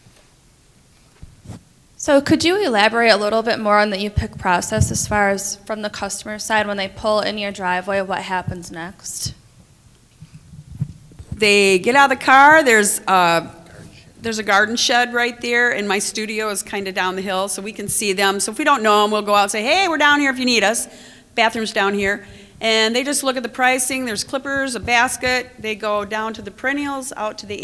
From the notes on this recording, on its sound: Live from Great Lakes EXPO. Three operations agreed to be interviewed and recorded for this live and in-person show.